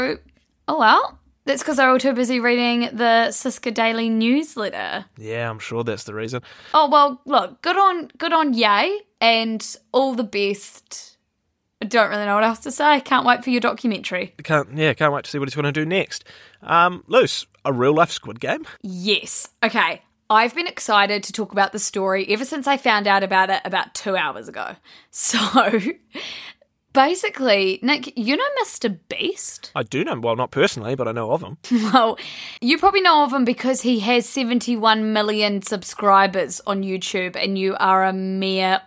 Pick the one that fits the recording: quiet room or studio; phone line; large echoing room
quiet room or studio